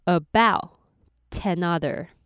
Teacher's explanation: about 最后的 t 可以跟 another 接起来变成 aboutanother